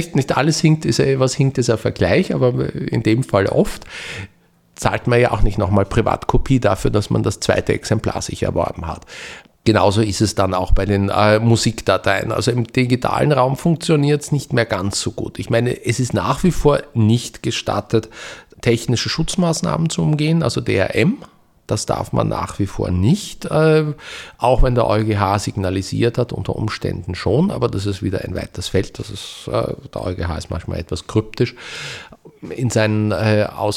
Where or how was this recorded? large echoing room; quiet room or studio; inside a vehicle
quiet room or studio